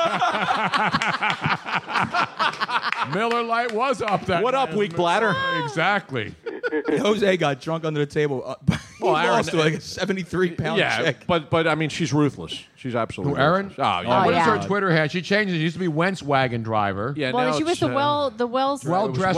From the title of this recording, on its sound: Live from MOONSHINE